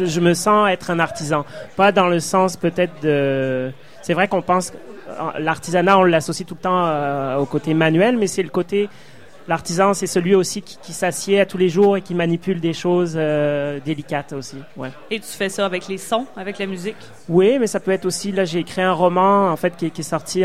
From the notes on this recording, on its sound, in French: au Festival d'été de Québec, sur les ondes de CKRL 89,1, en direct du Sacrilège